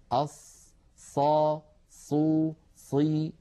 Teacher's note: إذن استعمال الشفتين في الصاد وإعمالهما خطأ أرجو التخلص منه كما ذكرت. أص ص صو صي هكذا لا تستعمل الشفتين إلا في الواو والباء والميم كما نص على ذلك الأئمة.